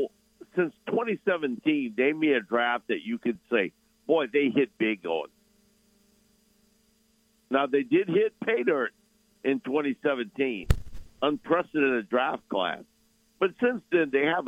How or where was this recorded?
phone line